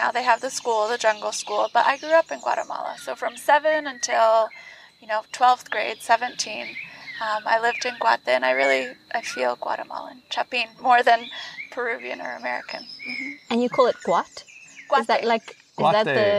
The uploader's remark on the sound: In the gardens of the Jungle School in San Andres, Petén, Guatemala. The birds were singing, the spiders jumping and the wind blowing so please forgive the range of noises and momentary distractions. This interview was done outside so the audio can be a little windy at times!